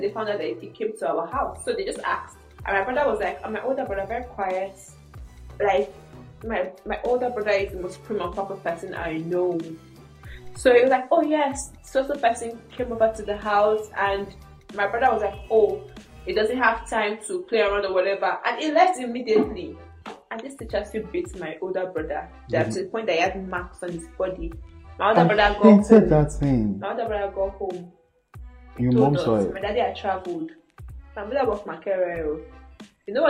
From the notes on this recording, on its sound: We humbly apologize for the audio of this episode as we know it's not what it's meant to be, we had a LOT of technical difficulties but we just had to push through